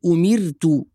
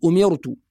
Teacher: الراء في كلمة أمرت مرققة لأن قبلها كسرة، راء ساكنة قبلها كسرة · Shown in: first take · فنقول أمرت ولا نقول أمرت.